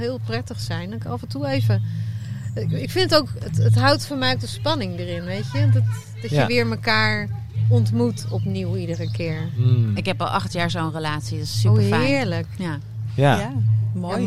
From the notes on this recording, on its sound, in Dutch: Deze speciale aflevering van #odeaandemagie is live opgenomen op Kampeerterrein de Lievelinge in Vuren tijdens het festival ZIN.